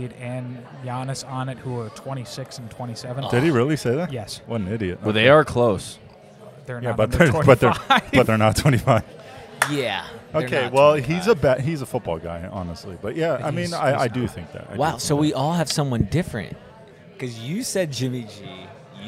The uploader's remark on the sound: The Flights of the Round Table are reporting live from Midnight Mulligan Brewery!